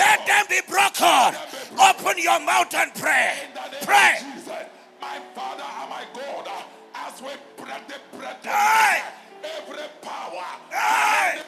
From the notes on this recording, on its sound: Jericho Experience 2022. You are listening to sermons from our annual word & worship festival.